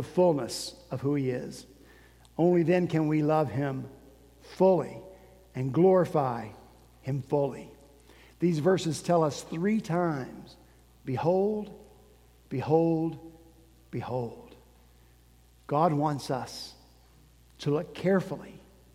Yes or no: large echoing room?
yes